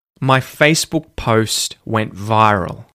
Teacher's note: there are quite a lot of stop consonants at the ends of words like Facebook, post, went, and you might notice that they aren't fully pronounced